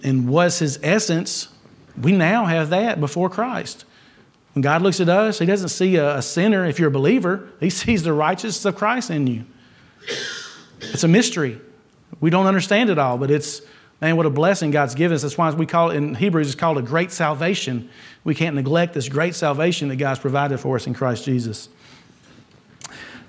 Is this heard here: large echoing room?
yes